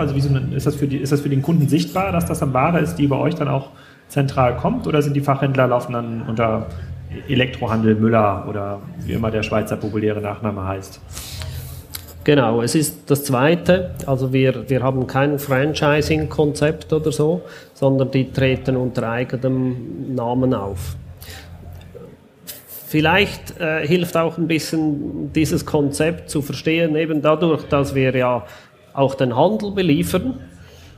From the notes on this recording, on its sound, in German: Im Podcast, live von der Züricher E-Commerce Connect, stellt er sich den Wachstumsfragen bei Kassenzone.